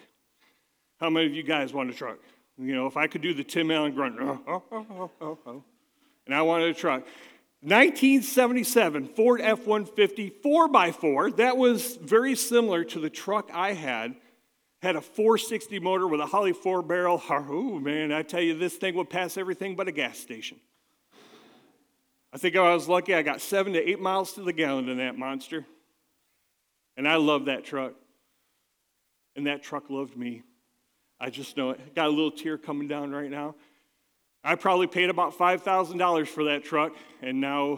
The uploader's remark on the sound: at Catalyst Christian Church